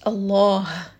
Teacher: Give it a little bit of air just to make sure that ha is very audible.